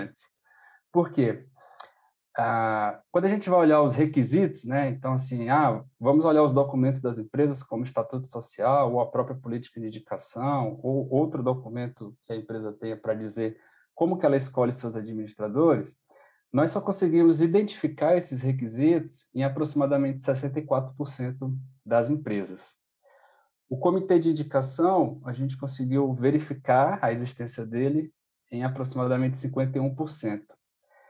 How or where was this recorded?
video call